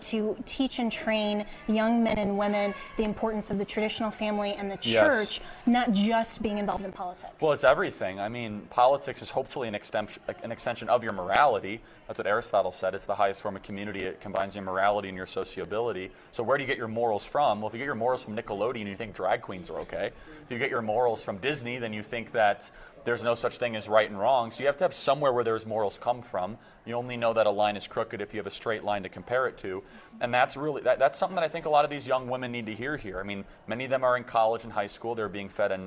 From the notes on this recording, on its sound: live at the Turning Point USA Young Women's Leadership Summit in Dallas